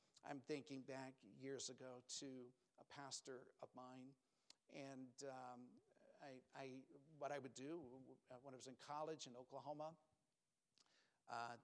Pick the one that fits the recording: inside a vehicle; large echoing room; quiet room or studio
large echoing room